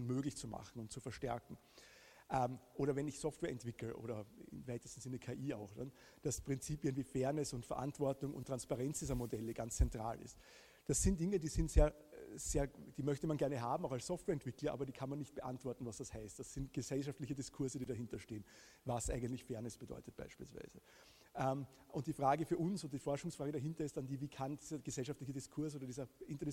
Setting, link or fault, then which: setting, live audience